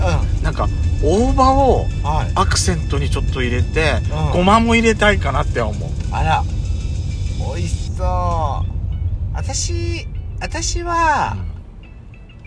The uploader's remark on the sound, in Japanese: ドライブ収録 #ロードノイズごめんね。